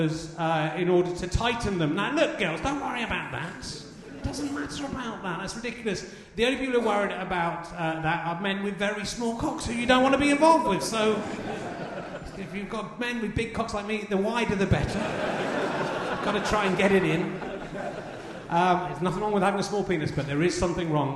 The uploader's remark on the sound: RHLSTP Ed Fringe. Played live in front of and then involving the audience. It's the only Edinburgh RHLSTP with one guest.